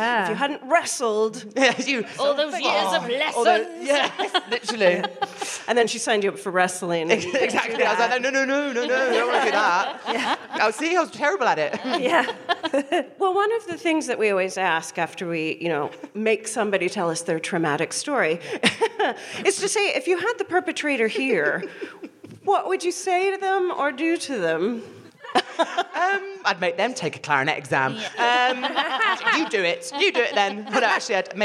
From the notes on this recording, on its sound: We then hear from a member of the audience